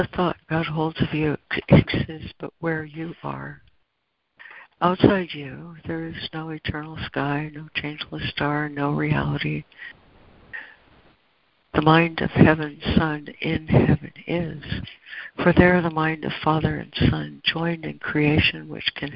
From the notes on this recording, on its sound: ACIM Daily Conference Call